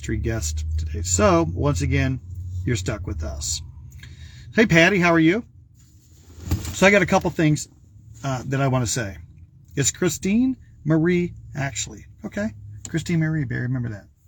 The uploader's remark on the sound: Brown Bag In The Van!